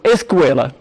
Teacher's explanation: где спереди добавилось «э», которое облегчает для испанца начальное «ск», которое испанцу произнести самостоятельно, как оказывается, невозможно.